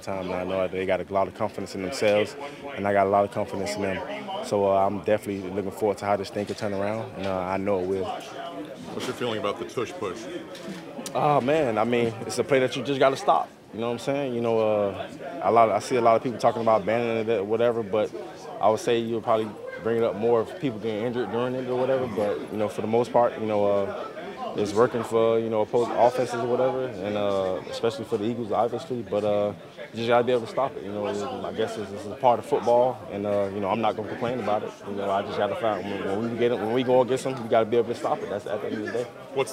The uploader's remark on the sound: Press Conference